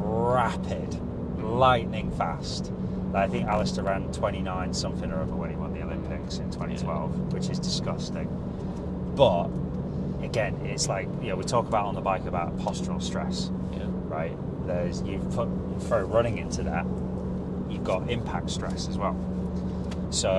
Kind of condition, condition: setting, inside a vehicle